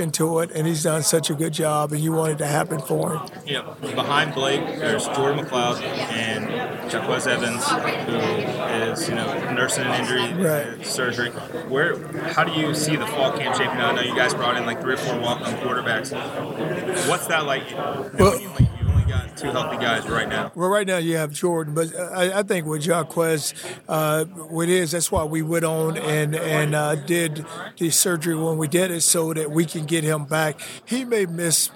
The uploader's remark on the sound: Live from AAC Media Days